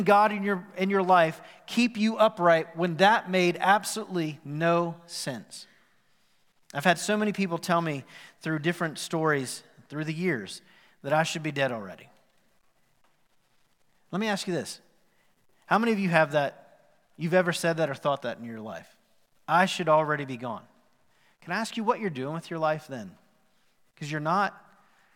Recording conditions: live audience